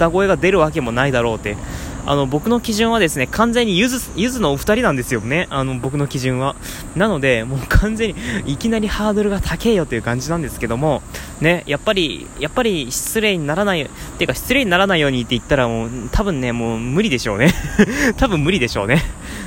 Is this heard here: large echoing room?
no